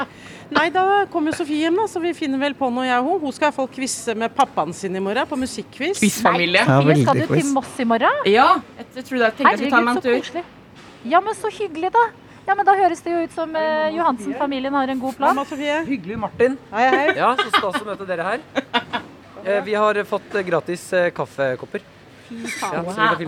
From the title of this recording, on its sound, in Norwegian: live fra IKEA